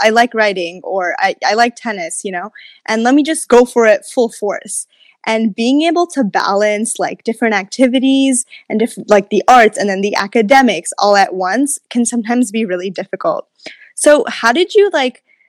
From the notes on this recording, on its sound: The audio quality is not the best in this one